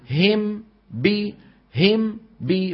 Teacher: شفتان منطبقتان ستنفتحان عن باء